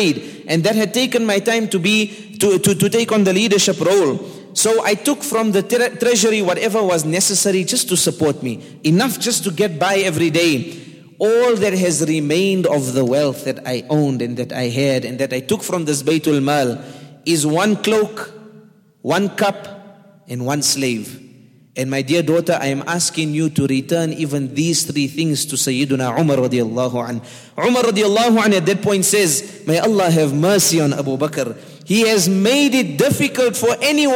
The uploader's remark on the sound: at the Houghton Masjid (West Street)